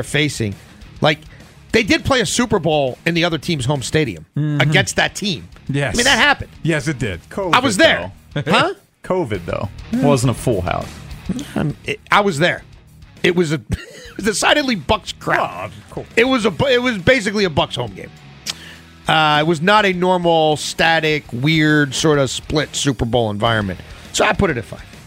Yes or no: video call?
no